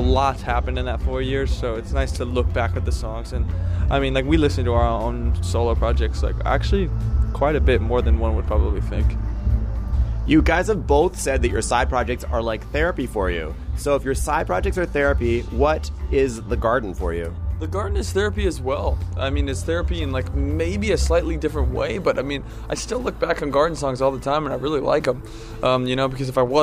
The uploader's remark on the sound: one cold night outside the Cobalt